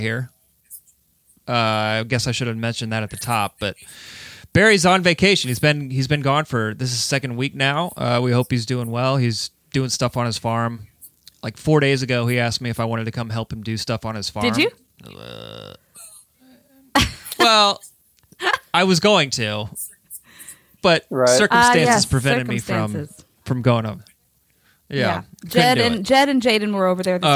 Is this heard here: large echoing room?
no